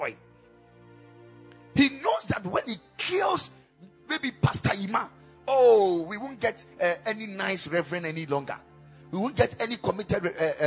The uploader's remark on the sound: Preached at the Kingdom Sight Service.